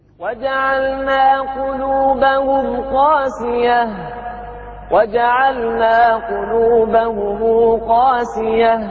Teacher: حرف المد اللي هو الألف مع تخفيف الياء قاسية كما نص عليها وكما ذكرها في البيت وكما سنستمع إليها.